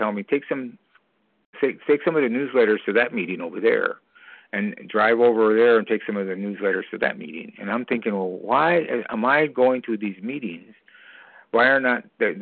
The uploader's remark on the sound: from the 100 Pounders Phone Meeting, 5/28/23